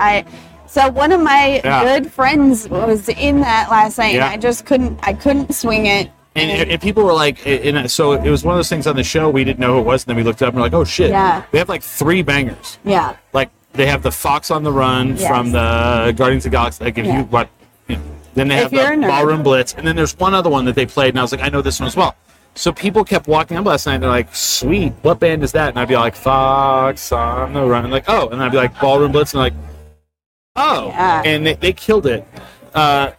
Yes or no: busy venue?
yes